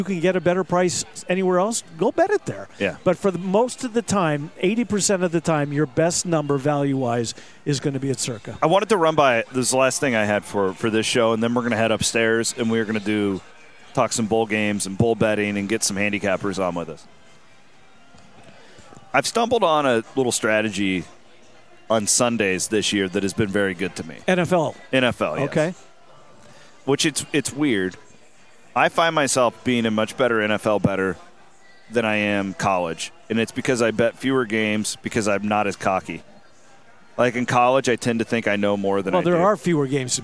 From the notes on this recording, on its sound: Pair up to cover a TON of hot topics from the floor of Circa Sportsbook in Las Vegas.